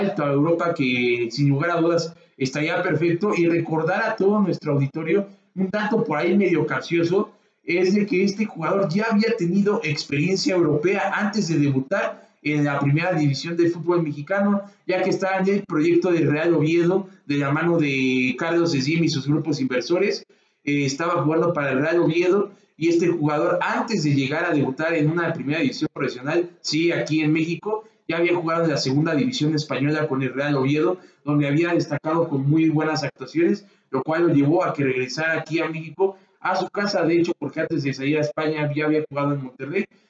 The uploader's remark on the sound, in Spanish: Disculpas por las fallas tecnicas de audio